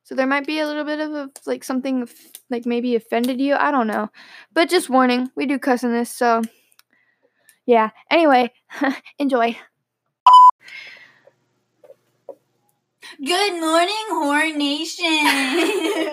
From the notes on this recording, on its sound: We only had 1 microphone so we had to make due.